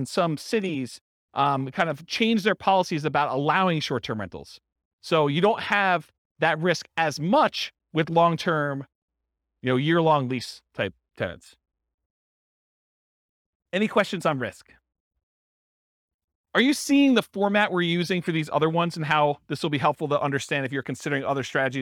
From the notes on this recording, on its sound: This was a live class recorded